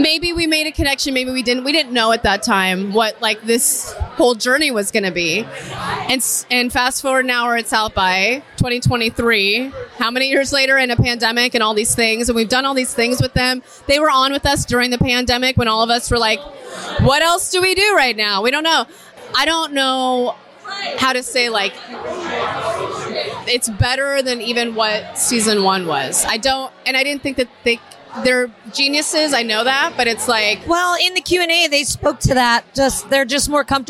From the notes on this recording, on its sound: SXSW Festival 2023. Basic Bitching at the Blindspotting Premiere Party. This is a Basic Bitch from the Fairmont Hotel in Austin, as we celebrate the season premiere with cast and crew from the show.